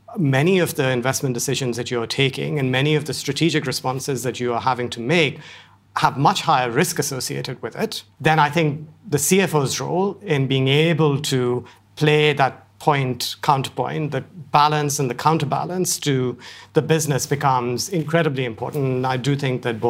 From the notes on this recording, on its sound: Today’s podcast was recorded at our 2019 CFO Forum